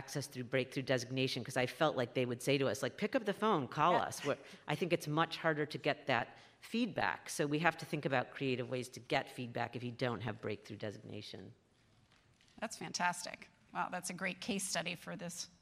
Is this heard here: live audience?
yes